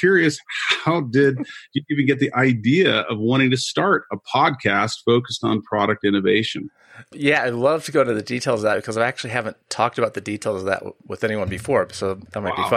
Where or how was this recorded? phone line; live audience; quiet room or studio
quiet room or studio